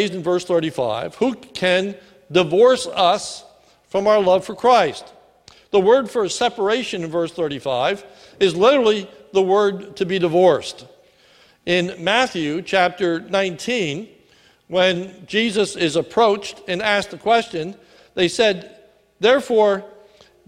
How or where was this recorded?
large echoing room